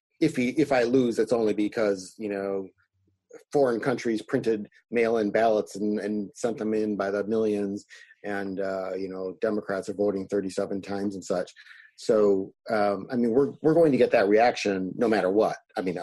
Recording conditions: video call